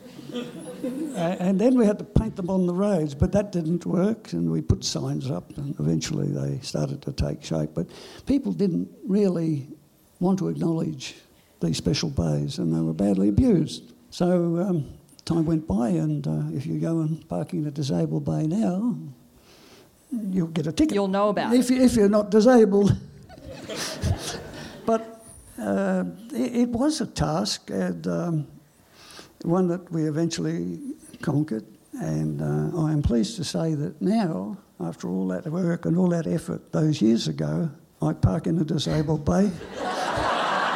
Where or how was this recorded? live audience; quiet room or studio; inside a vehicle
live audience